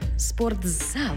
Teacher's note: У слові «спортзал» звук «ти» переходить у звук «дз»